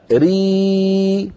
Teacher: لو قلنا ري ومططناها يتولد ياء · Term: كسرة صحيحة